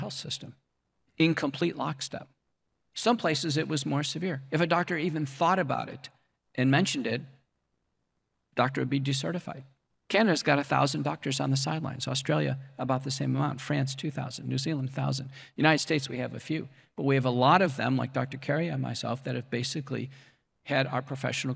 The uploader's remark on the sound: We're replaying a lecture